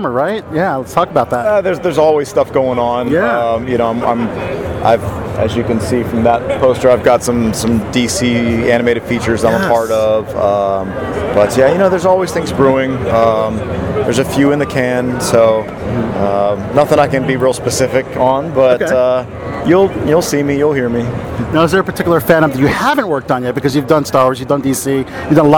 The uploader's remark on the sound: conducted at Awesome Con in Washington DC